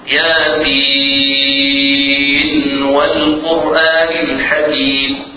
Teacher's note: أن تقرأ النون من مخرجها بطرف اللسان بدون غنة دائرة، طرف اللسان مع حصول الثنايا العليا ياسين والقرآن الحكيم. · Term: مظهرة